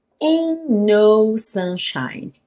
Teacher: Esse T do ain't some e a gente liga os dois N's.